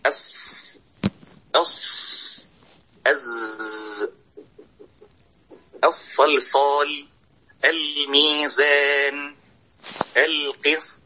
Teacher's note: والسبب في صفة الصفير تضييق المخرج، أن هذه الأصوات وهذه الحروف الثلاثة يضيق منها المخرج عند الإتيان بها والإفصاح بها، فإنها تحدث بذلك صفيرا واضحا عاليا